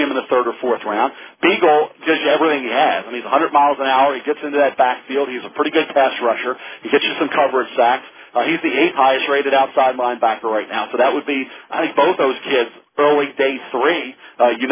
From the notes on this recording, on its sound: This media conference call.